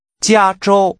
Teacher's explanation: Using two high-level tones, say California.